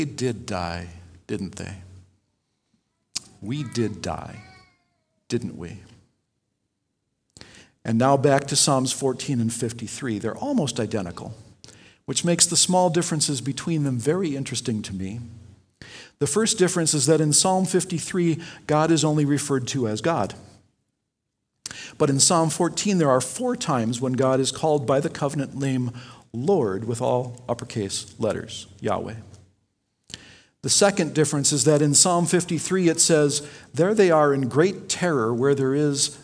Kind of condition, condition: setting, large echoing room